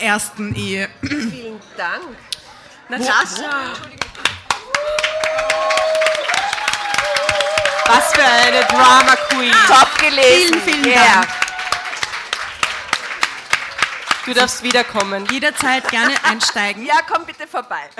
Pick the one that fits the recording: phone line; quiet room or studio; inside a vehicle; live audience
live audience